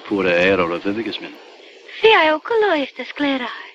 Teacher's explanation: I did hear nasalized vowels, which do not occur in Esperanto